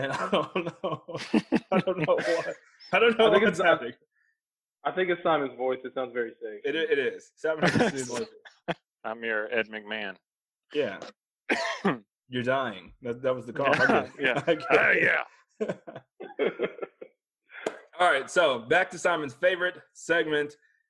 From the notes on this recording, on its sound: The audio isn't our best but we had a lot of fun. I cut quite a bit for the audio version.